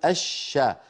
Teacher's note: ندغم اللام في الشين فنقول الش ولا نقول الشمس، ما أحد يقول الشمس.